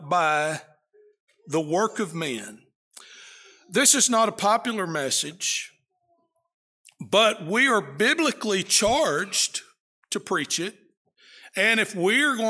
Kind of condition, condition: setting, large echoing room